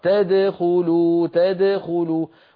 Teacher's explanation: ضم الدال بالإضافة إلى ضمه للخاء، هذا لا يصح، لابد أن نقلقل الدال هكذا تدخلوا ثم نضم من أجل الخاء تدخلوا تدخلوا، ولا نقول البتة تدخلوا.